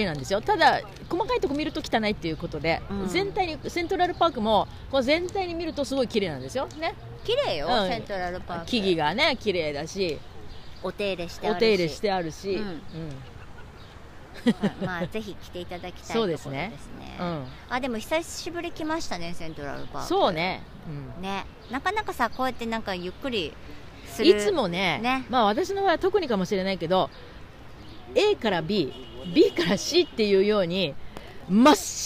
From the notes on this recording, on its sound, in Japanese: 初めての外収録、セントラルパークからお届けしています。緑に満ちてきたニューヨーカーの憩いの場セントラルパークはマンハッタンのど真ん中59streetから110streetまで、その面積は843エーカー 。